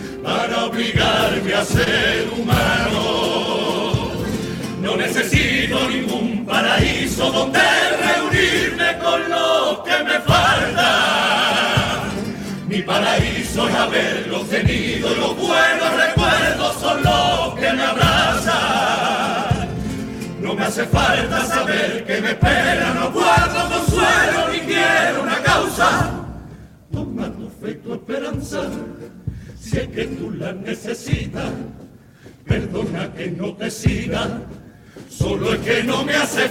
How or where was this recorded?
live audience